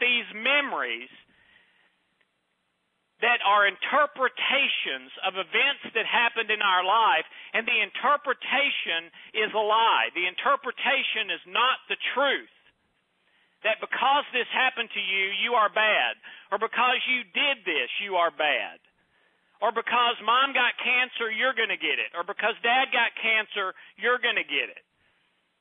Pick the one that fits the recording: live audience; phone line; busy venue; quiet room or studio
phone line